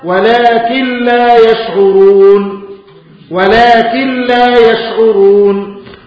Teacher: وتدغم اللام في اللام والراء في الراء إدغاما تاما · ندغم النون الساكنة في اللام بحيث لا تسمع النون الساكنة أبدا، لا يبقى شيء من النون · Term: إدغاما بغير غنة